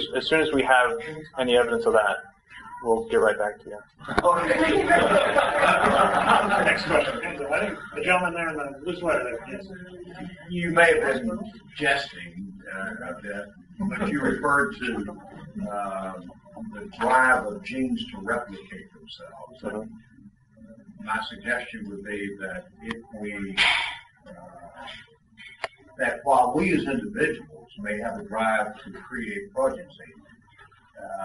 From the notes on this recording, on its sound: An invited lecture to the Dallas Philosophers' Forum